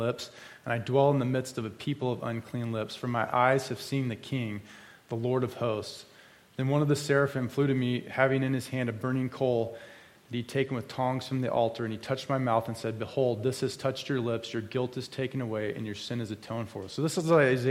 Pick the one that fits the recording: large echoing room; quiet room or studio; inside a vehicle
large echoing room